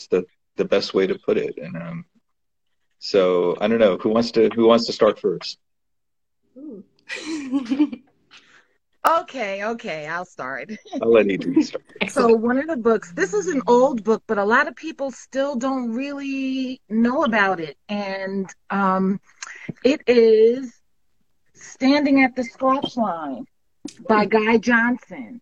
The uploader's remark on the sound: This month's episode is from an Instagram Live session